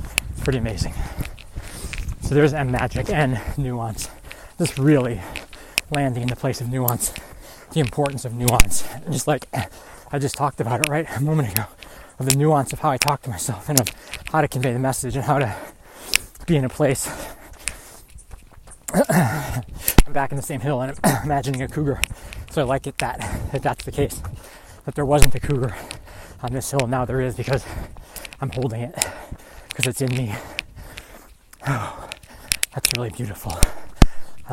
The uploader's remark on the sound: Recorded on a hilly 10K training run. I had an absolute blast recording this while on my run.